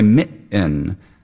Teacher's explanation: if I say mitten, I'm doing a glottal stop instead of the T. So it's not dropping a T.